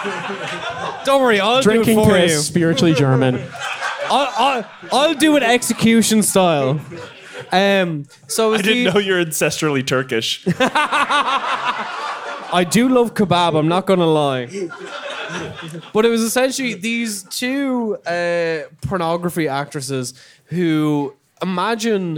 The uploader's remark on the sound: The Voyage of the Damned Live in London. This is a preview of our first ever live show.